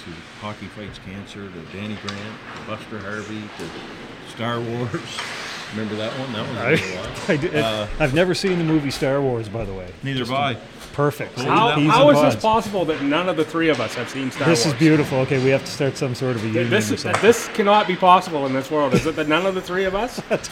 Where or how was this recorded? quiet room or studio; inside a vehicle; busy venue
busy venue